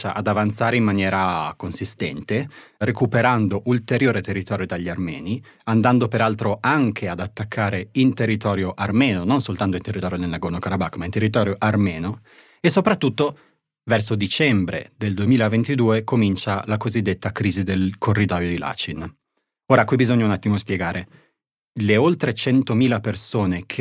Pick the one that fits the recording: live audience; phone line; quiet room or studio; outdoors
quiet room or studio